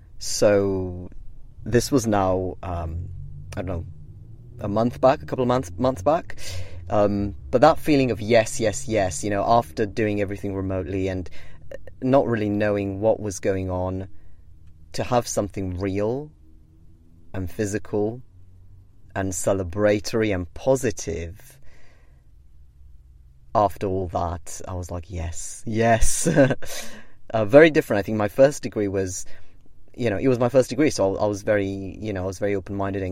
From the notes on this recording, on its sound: Live from a sweaty rental car on the first unofficial day of summer in Cambridge.